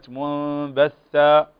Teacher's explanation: وكذلك كلمة منبثة، وهنا عندنا النون وبعدها الباء في كلمة منبثة، فتقلب هنا النون، تقلب النون ميما وتخفى عند الباء